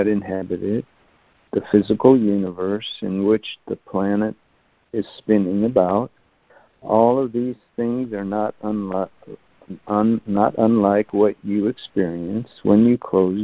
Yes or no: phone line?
yes